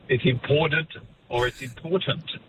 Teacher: It's because that T of important is, you know, flanked by voiced sounds. And therefore you just carry the voicing through